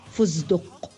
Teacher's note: وقد ينطقونها دالا في كلمة فستق فيقولون فزدق محولين التاء إلى دال والسين إلى زاي